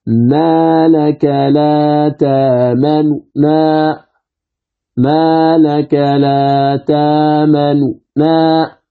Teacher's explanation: فتأتي بهذه النون الأولى وتضعف صوتك بها وتنطق بعدها بالنون الأخرى، إذن يكون في وسط الكلمة. · Term: الروم